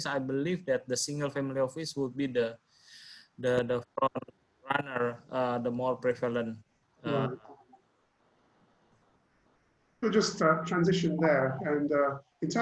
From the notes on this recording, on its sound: Webinar audio recording dated 2 Sep 2020.